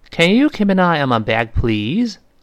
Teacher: please 发长音，我们轻轻地发一个日